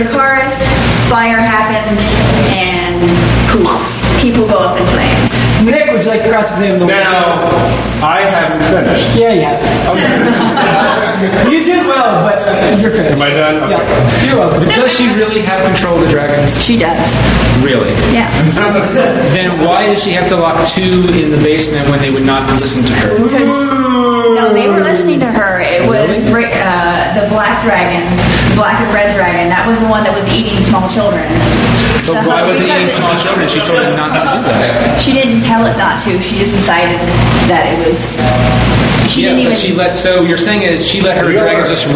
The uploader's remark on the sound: Originally Recorded Live at Packrat Comics